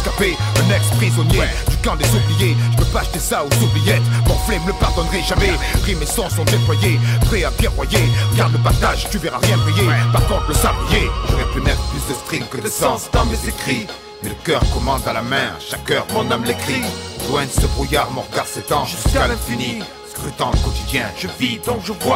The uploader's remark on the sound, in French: Après la projection du documentaire *"Les petites mains invisibles"* sur la lutte des salariés d'ONET , débat et discussions. Dans le cadre du Festival contre le racisme et le fascisme organisé à Brest.